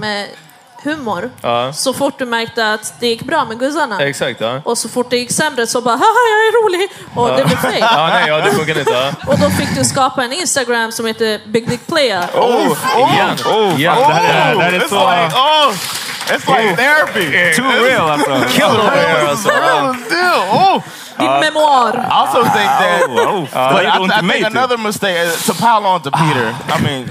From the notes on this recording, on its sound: LIVE! The Power Meeting Podcast levererar live igen! Tack till Kulturhuset.